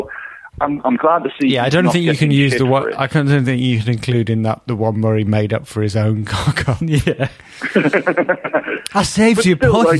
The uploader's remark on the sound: on the phone